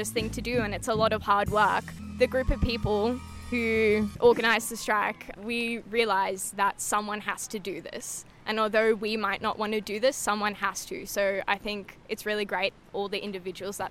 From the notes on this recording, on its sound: Hear live recordings from youth attending the Byron march as well as interviews with Byron highschool event coordinators and fledging new radio recruits!